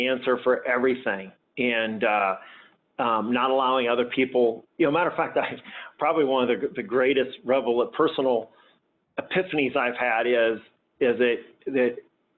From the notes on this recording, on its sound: This conversation was originally a LIVE Q & A call